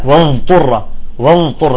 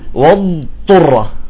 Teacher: هنا بعضهم شو بيساوي، بيدغم الضاد بالطاء وبيطلع حرف ضاء، بيقول لك واضطر واضطر، لا بتدغم، ما في ادغام. الضاد كما قلنا فيها حالة الاستطالة، تستطيل بالضاد وتخرج الطاء بالإطباق · Shown in: second take